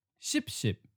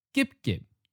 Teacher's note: These are all on the middle line, and then when they change tone, they jump to the top line and become eighth tone, high stop